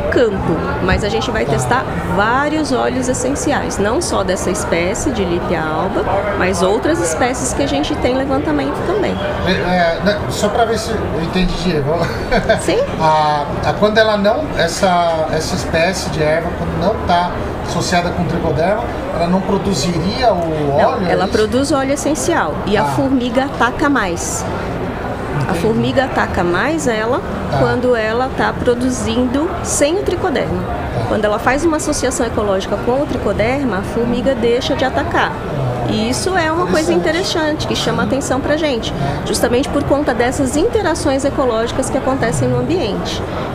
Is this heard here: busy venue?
yes